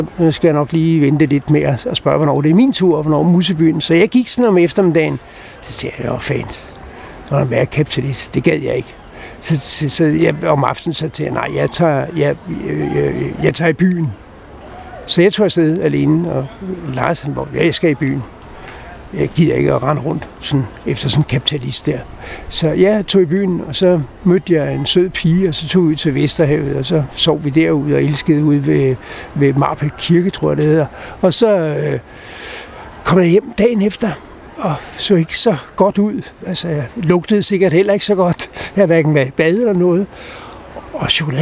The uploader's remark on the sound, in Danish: Optaget på Nimb Bar, Tivoli, København.